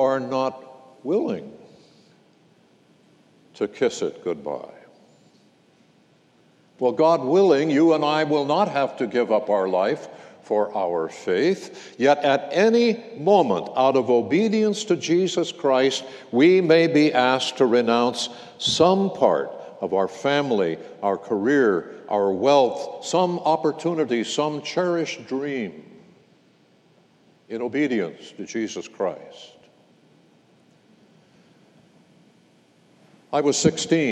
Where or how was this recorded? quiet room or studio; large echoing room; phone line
large echoing room